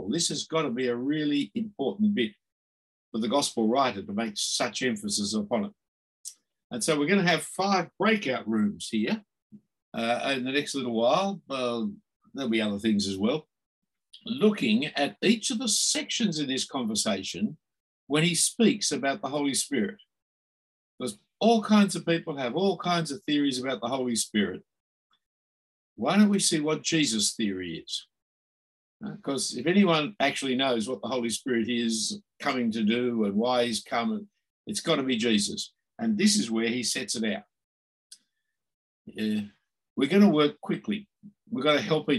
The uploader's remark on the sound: this term was online via Zoom